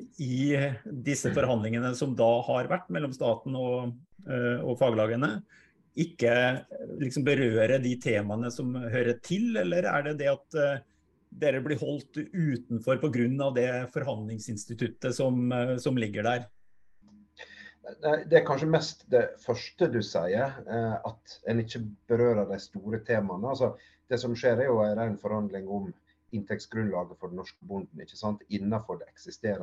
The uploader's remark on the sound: Live Zoom